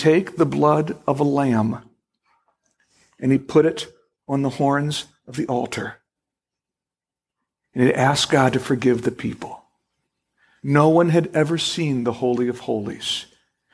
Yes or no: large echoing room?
yes